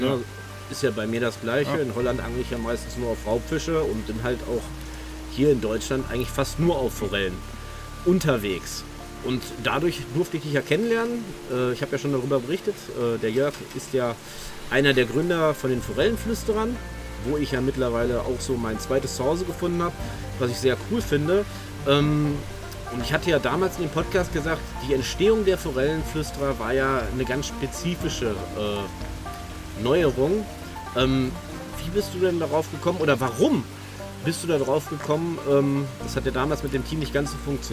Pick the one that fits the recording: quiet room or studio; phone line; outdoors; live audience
outdoors